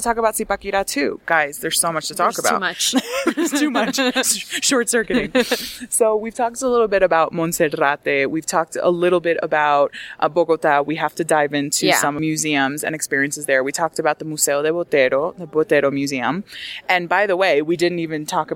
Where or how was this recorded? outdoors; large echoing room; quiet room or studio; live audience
outdoors